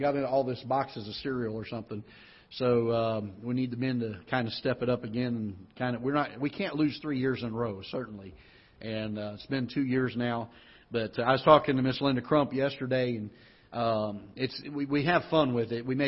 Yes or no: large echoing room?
yes